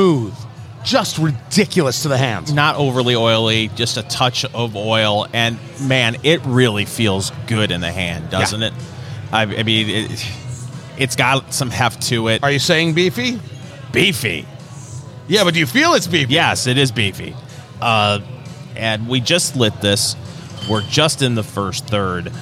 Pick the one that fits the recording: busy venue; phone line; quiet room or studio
busy venue